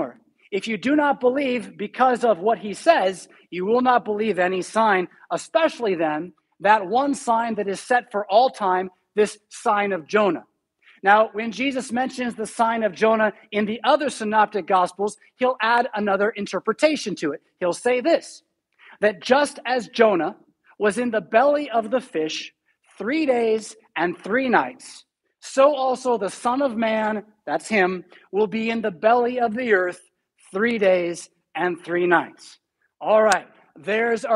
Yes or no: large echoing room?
yes